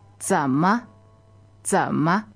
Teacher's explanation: third tone, which goes low, and then ma is neutral